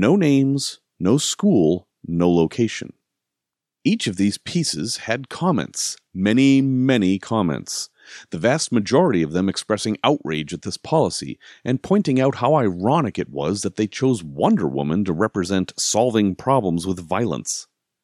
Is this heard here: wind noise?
no